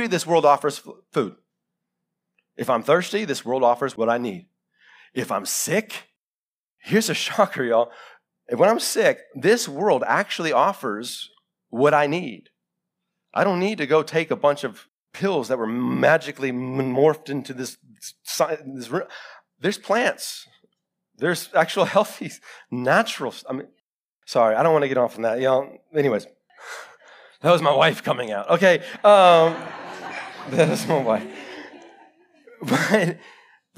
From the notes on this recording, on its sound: Live sermon recorded 21-November-2021